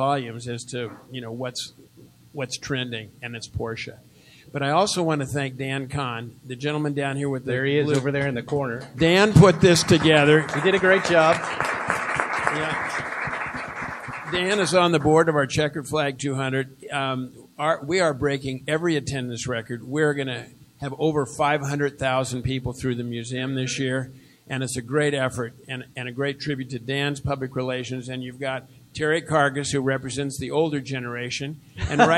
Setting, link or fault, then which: setting, busy venue